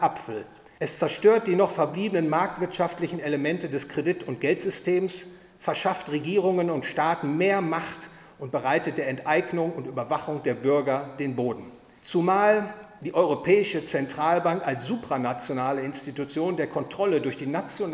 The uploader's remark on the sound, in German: Aufgenommen auf dem Forum Freiheit der Friedrich August von Hayek-Gesellschaft am 14. Oktober 2020 in Berlin.